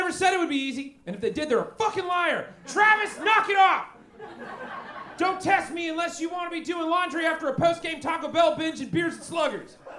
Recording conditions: busy venue